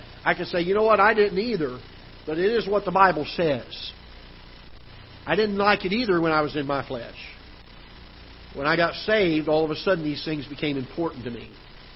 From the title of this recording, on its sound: Ketha Heights Baptist Church ~ Live Broadcast